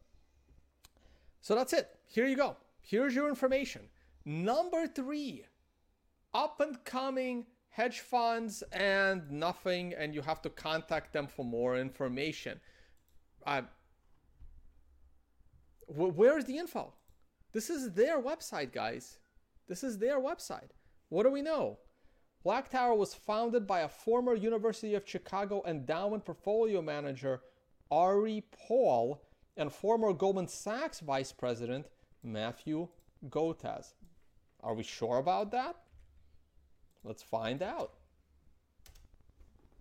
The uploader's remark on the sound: Sorry about the sound guys, but I did not have the time to normalize the sound between the three videos that got merged.